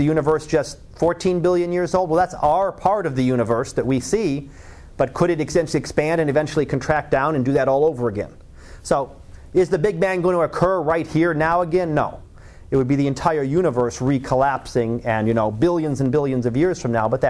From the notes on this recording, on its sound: Live Class Lecture.